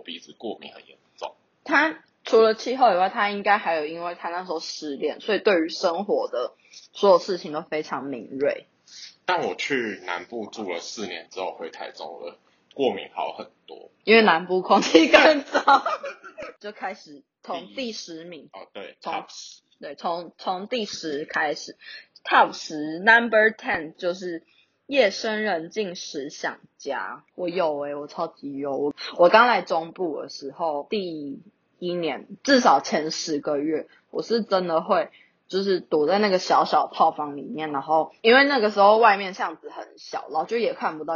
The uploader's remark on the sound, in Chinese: 第一次的試錄，有一些音質上的瑕疵煩請見諒～。